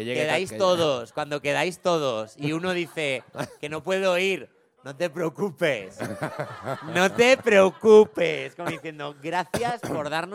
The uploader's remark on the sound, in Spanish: Grabado en directo en El Golfo.